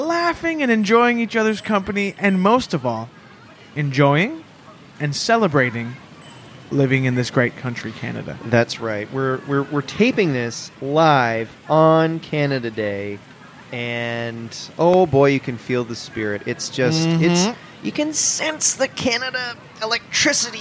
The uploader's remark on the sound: LIVE from Trinity–Bellwoods Park in Toronto’s west end… at least until tragedy intervenes.